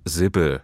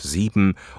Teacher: Unser letzter Sprecher ist deutlich an seinem hessischen Akzent zu erkennen. Im Hessischen bleiben das N und das E am Schluss der Wörter oft unbetont. · Shown in: first take